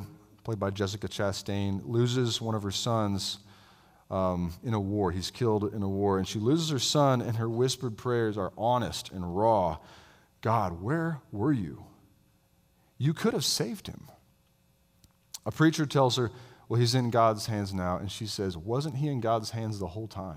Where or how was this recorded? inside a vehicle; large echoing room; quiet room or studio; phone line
large echoing room